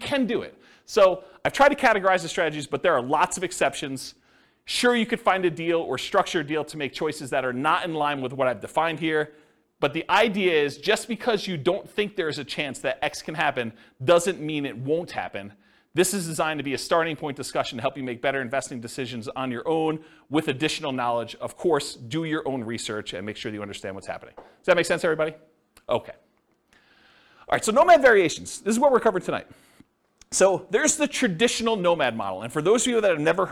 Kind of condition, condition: setting, live audience